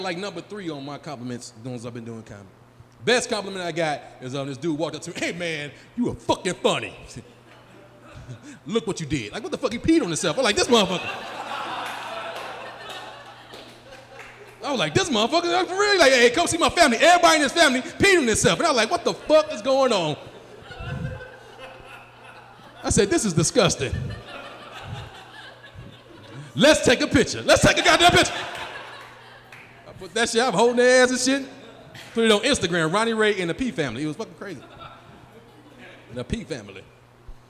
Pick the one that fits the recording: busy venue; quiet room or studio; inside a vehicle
busy venue